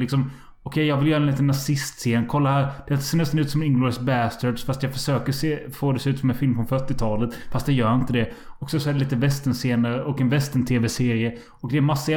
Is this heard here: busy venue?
no